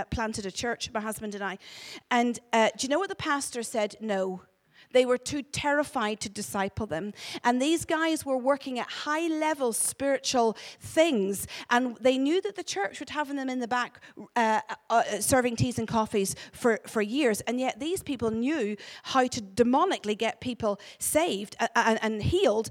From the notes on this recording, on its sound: Glasgow Prophetic Centre hosted by AsOne at Heaton Baptist Church